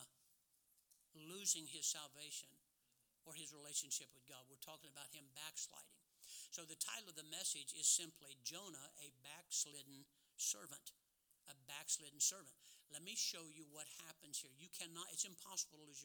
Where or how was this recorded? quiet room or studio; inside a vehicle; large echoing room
large echoing room